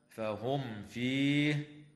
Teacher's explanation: وتظهر الميم الساكنة عند الفاء